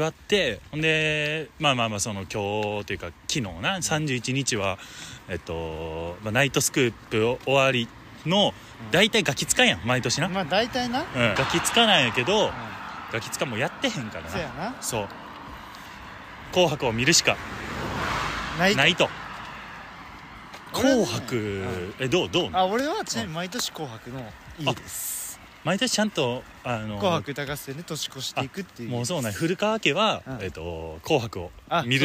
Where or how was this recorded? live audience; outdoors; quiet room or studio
outdoors